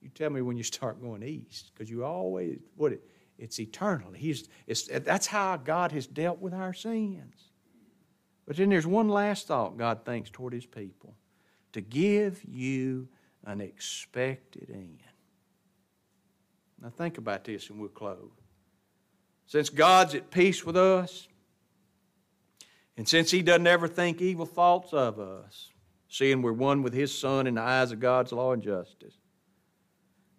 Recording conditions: large echoing room